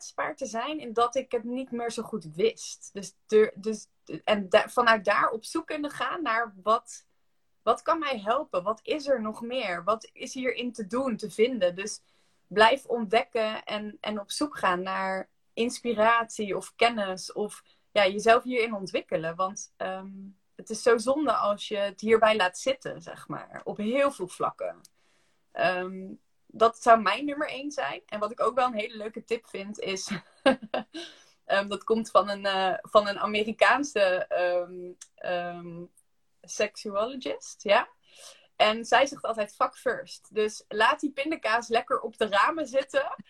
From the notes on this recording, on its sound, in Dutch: Heb ik een Insta live opgenomen. Dus we hebben deze sessie ook als podcast opgenomen.